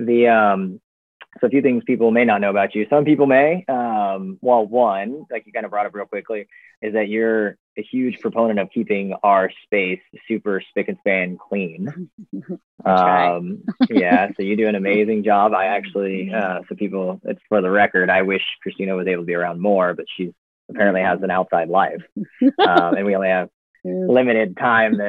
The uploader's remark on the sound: Disclaimer: interview was conducted via zoom and audio quality is not our normal quality.